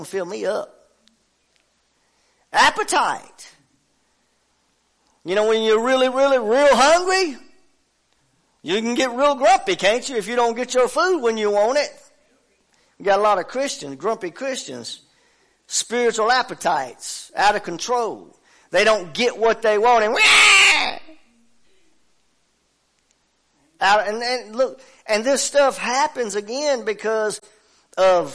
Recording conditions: large echoing room